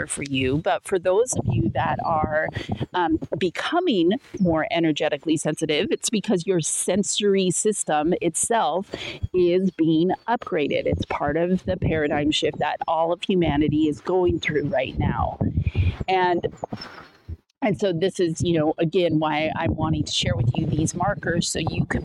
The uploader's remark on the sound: raw and uncut solo podcast recorded outside on a stormy day